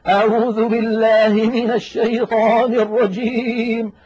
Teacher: الترعيد بمعنى الاهتزاز، جعلوا الصوت كأنه يهتز ويضطرب ويرتعد · Term: ترعيد الصوت